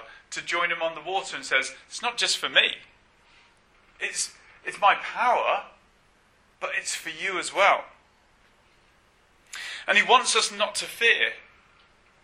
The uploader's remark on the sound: apologies for the poor sound quality on this track